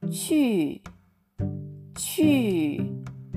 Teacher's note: うか、難しい方の思うという文字ですね。えー、こちら、発音記号は XINNG というふうに書いて、えー、成長は第三声。これも低く沈む音になります。シャーン、シャーン。という感じになります。そして3つ目の音がチュー、チュー。これはね、日本語の漢字で言うと、猿、どこどこから猿という時の猿ですね。この漢字が当たるんですが、発音記号は QU と書いて、第4世、上から下に急降下する音になります。これはあの、チューというふうに、発音、えっと、母音がですね、うの母音みたいに見えるんですが、えー、もう、うよりも、日本語のうよりも、もっとはるかに口をすぼめて、ちょっと唇に力を入れるようにして発音する音になります。チューという感じですね。なんか絞り出すみたい